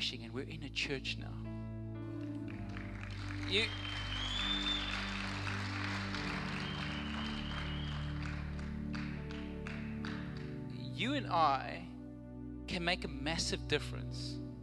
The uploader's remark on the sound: Recorded live on Sunday the 9th October 2022